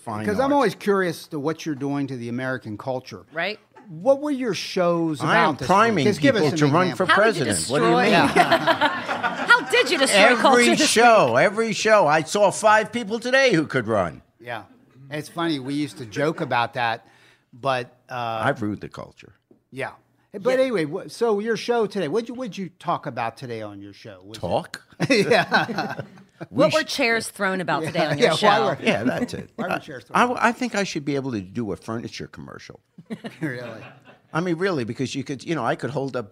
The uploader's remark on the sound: Some of his former City Wide Learning Community High School students sitting in the audience tonight.